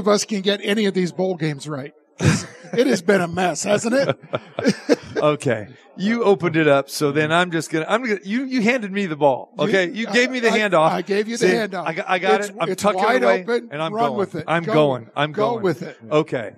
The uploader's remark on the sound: Live from the Super Book at Westgate Las Vegas